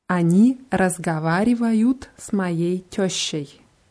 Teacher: Beim Wort разговаривать haben wir ja O in der Mitte. Разговаривать wird es geschrieben. Aber wenn wir das aussprechen, dann ist es besser, da eher bewussten A auszusprechen